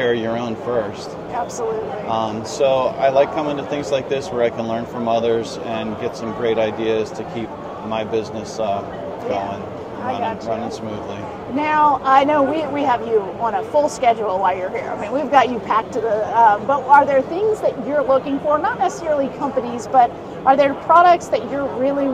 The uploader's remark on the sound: PPNE 2022 Show Floor Sessions. From the show floor at the Atlantic City Convention Center.